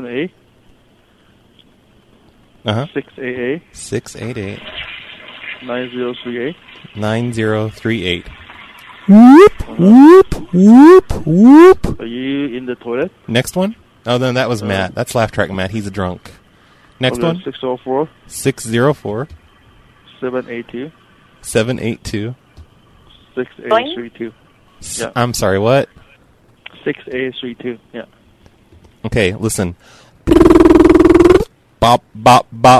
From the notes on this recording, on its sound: Prank Phone Calls